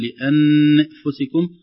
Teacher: النون هنا مخفاه وليست نون مظهرة ولا صريحة من مخرجها